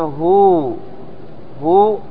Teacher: هذه الواو مد طبيعي، يعني تمد مقدار حركتين